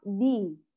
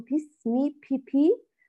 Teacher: هنا ننتبه في حرف الباء، في حرف الباء من جهة نتم الكسرة، ومن جهة لا نهمس الباء بل نأتي بها مجهورة · Shown in: first take · لا نقول بسمي بي بي ولا نقول بسمي بي، هذان أكثر خطأان شائعان في حرف الباء، فانتبهوا لهذه الملاحظة.